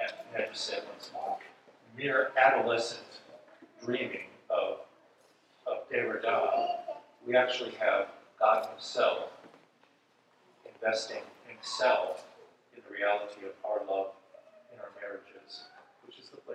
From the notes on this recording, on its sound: This episode is a recording of Plenary Session IV from Wittenberg Academy's Family Retreat.